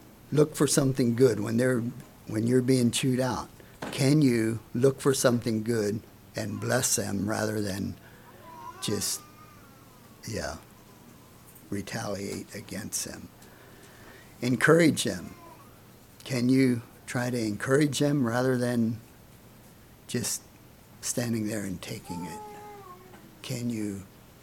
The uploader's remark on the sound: Message preached at Word of Hope